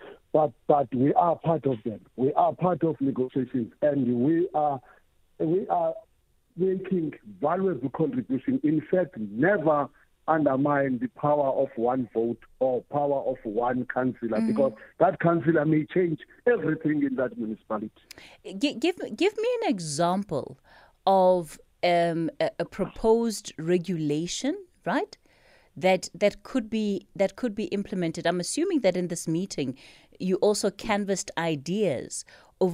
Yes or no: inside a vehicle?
no